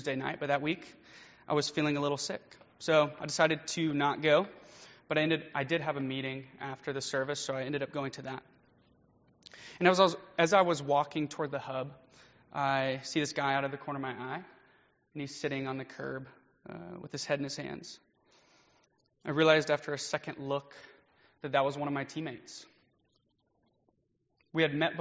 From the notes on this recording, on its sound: Preached during Fall Break Mission Trip at First United Methodist Church in Live Oak, FL